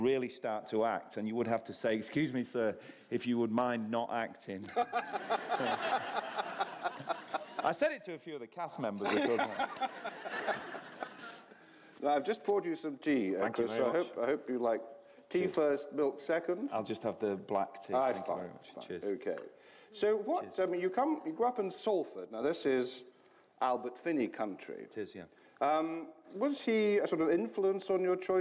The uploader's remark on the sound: This is a live recording of a Platform event from July 2012.